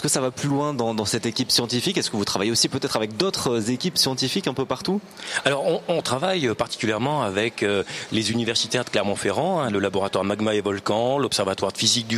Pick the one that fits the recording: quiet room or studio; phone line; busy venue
busy venue